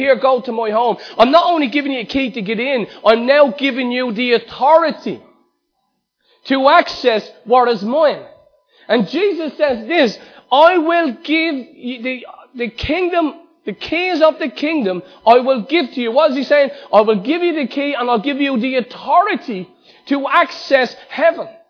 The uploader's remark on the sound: Recorded live at Liberty Church